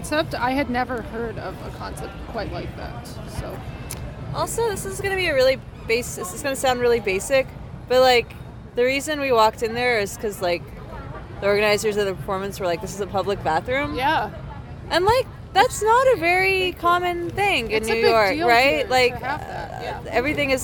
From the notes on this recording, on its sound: We took a break, sat on a large rock in a park, and recorded this mini-episode!